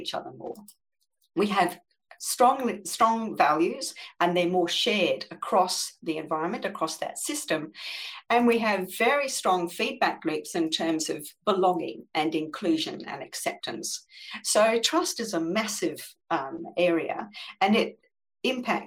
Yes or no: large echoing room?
no